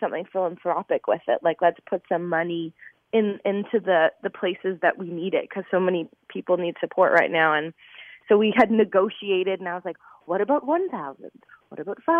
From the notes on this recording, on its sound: over the phone